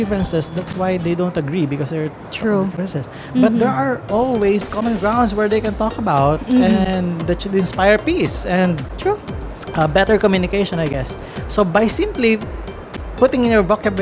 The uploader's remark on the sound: Live from SIBF 2022